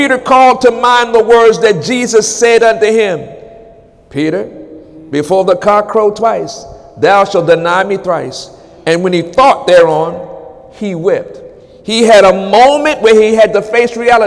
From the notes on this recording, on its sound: During Wednesday night service on August 9, 2017